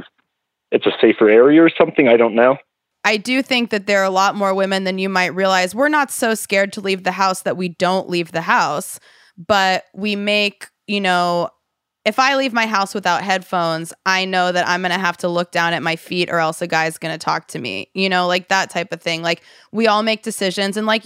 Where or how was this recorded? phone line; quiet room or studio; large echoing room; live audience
phone line